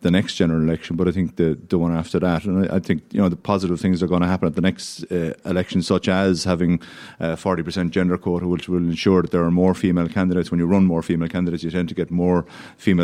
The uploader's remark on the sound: live from the Aviva Stadium today